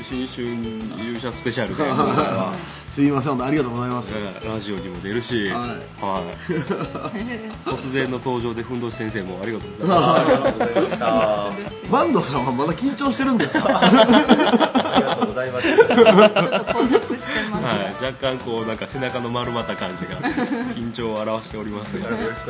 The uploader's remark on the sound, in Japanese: 今回は松山市大街道のプラススタイルにおじゃましての公開録音ですー